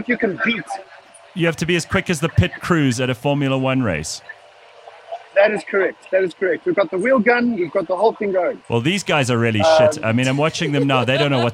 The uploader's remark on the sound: live from the Festival of Motoring at Kyalami race track